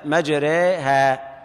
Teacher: الإمالة في اللغة معناه البطح والاعوجاج والإضجاع، وفي اصطلاح القراء أن تنحو بالفتحة نحو الكسرة أو قريبة من الكسرة، قريبة من الكسرة، وبالألف قريبا من الياء بدون مبالغة.